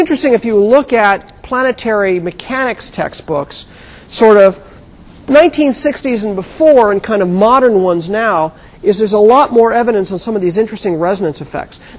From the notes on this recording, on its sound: Recorded 2007 Nov 7 in 1000 McPherson Lab on the Columbus campus of The Ohio State University.